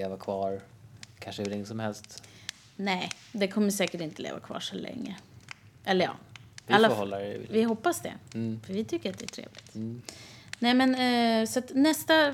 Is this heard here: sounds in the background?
yes